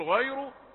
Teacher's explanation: ورققنا الياء حتى لا تتفخم أو لا تأخذ شيئا من التفخيم من الغين أو الراء، حرفان مفخمان أحاط بها، فتقول غير، نقول يحسب عليك أنك فخمت الياء، والياء عمرها ما كانت حرف تفخيم.